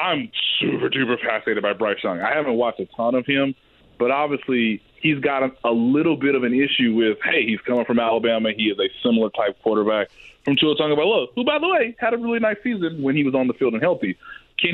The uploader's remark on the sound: They then open up the phone lines and take some calls from listeners!